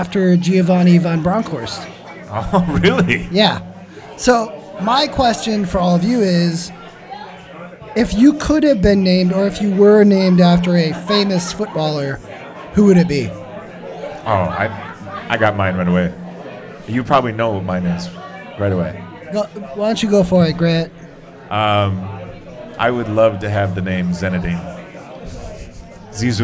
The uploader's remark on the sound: Live at the Forward Club